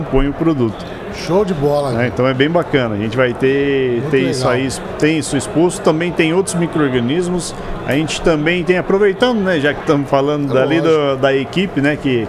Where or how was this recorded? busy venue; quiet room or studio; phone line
busy venue